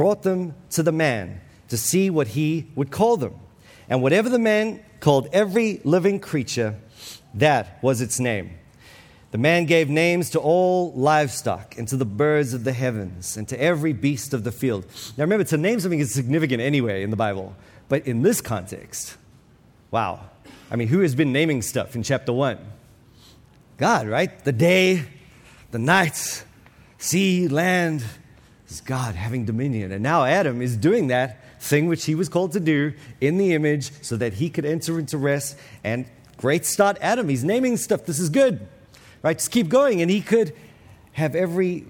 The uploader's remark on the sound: This week's episode is from the 2023 Pactum Conference